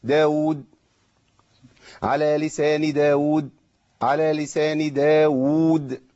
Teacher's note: واو متحركه وواو ماديه، ده بيسمى تمكين